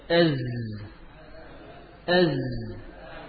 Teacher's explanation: Lidah dari arah kepala nempel pada permukaan gigi seri bawah mendekati ujungnya. · Term: huruf zai